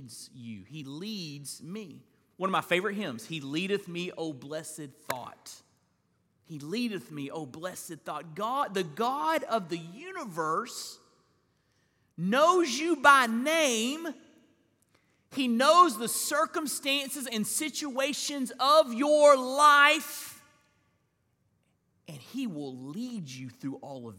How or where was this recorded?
large echoing room